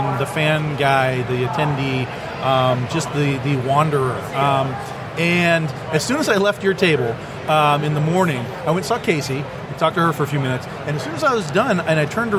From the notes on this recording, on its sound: Live from Motor City Comic Con